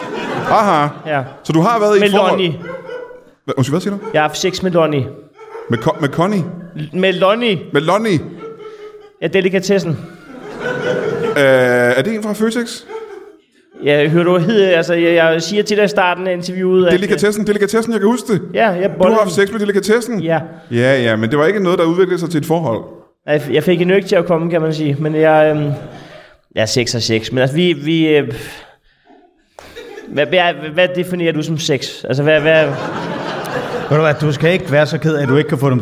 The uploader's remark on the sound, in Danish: Ugens show er optaget foran et levende publikum på det legendariske Comedy Zoo i København.